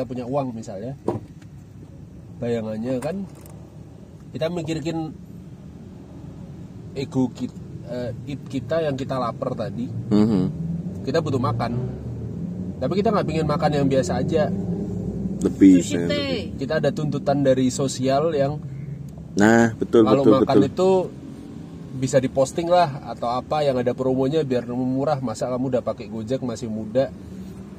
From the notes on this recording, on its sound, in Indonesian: Kami rekaman di parkiran MC D Sudirman Jogja biar ada sensasi mobil goyangnya gaes.